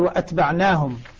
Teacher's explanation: وأتبعناهم ذرياتهم بقطع الهمزة وإسكان التاء والعين ونون مفتوحة